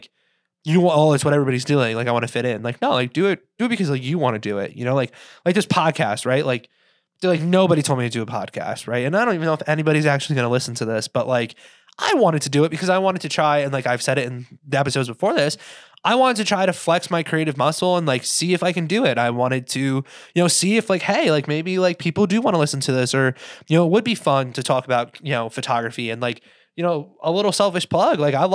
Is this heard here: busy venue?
no